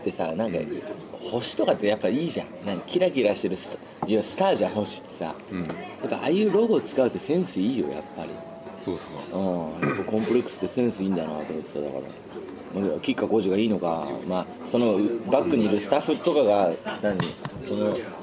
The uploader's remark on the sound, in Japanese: ファミレスにて